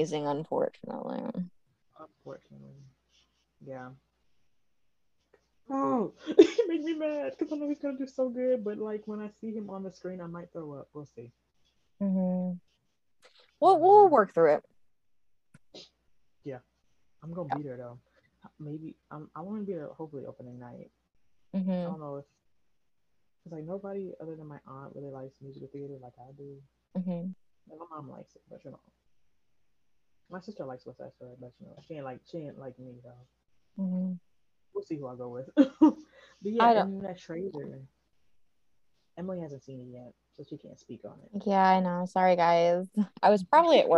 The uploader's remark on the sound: We apologize for the audio mishaps, we try our best to edit them out but we are a work in progress.